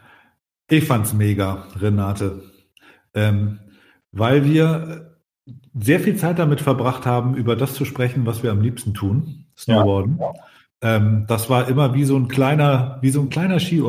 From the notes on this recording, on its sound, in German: Wir haben diese Folge via Google Hangout aufgenommen, entschuldigt deshalb bitte die schlechte Soundqualität und die paar Glitches in der Tonspur. Wenn nebenan die Kids Paw Patrol binge-watchen, bleibt für Papa nur noch wenig Bandbreite.